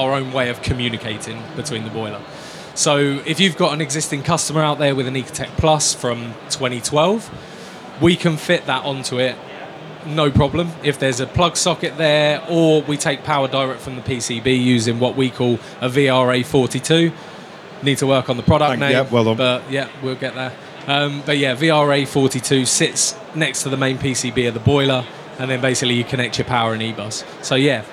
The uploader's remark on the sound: Recorded live at InstallerSHOW. For a live chat in front of an installer audience on our stand at InstallerSHOW in Birmingham.